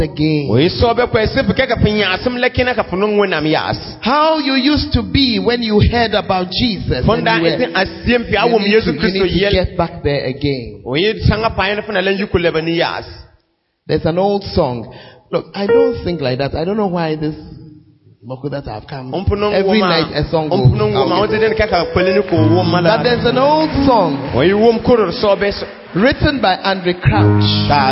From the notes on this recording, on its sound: Convention Day 3. Preached at LCI Jesus the Truth Cathedral, Bawku.